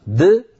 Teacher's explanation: لابد من بيان قلقلة كل من الحرفين